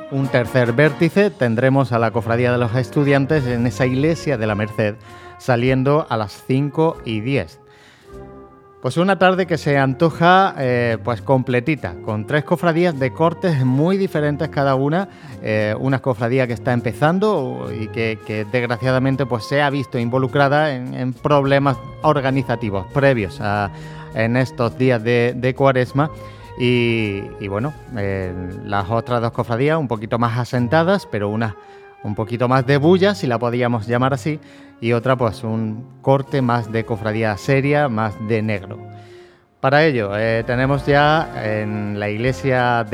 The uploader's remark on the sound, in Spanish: Retransmisión en directo del Lunes Santo en Jaén en el año 2023.